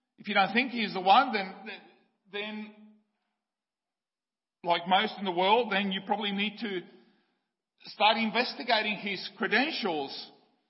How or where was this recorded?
large echoing room